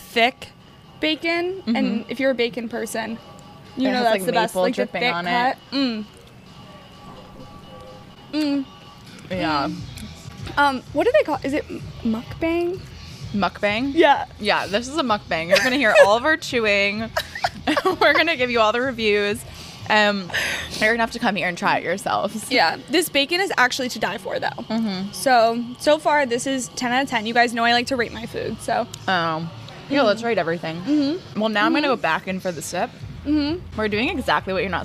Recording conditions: busy venue